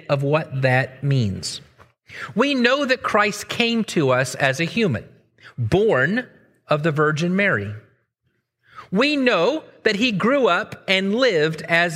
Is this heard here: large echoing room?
yes